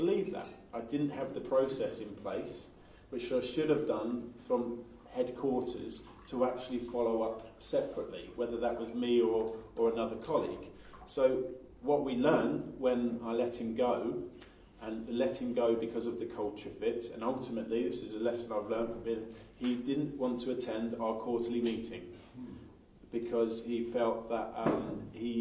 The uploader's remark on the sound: This interview is taken from the live recording of a recent Success Mastermind event in the UK. Because it was recorded at a live event, there are a few spots missing due to the audio quality not being ideal.